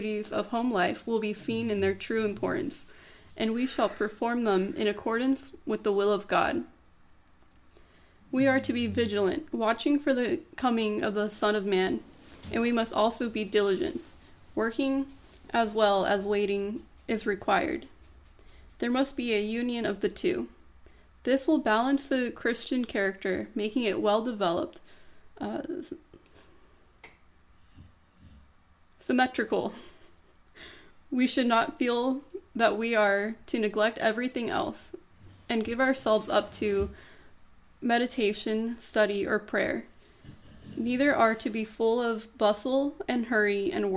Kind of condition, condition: fault, sounds in the background